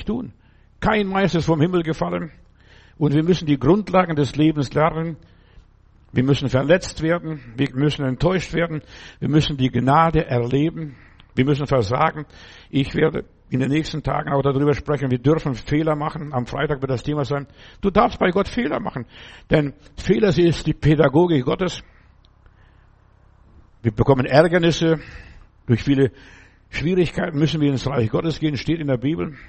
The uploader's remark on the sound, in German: im Gemeinde-Zentrum in Berlin aufgenommen